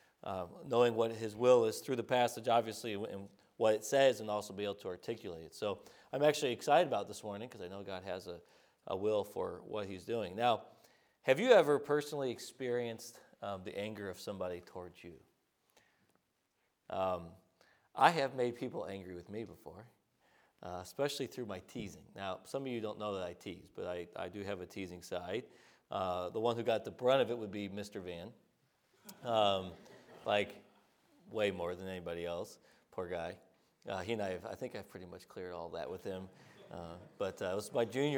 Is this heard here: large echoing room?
yes